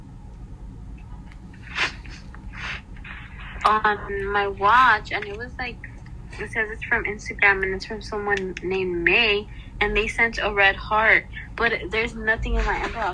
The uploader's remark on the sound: are on the phone for a special episode